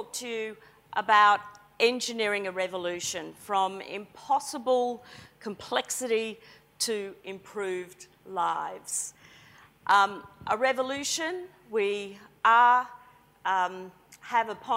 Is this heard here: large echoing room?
yes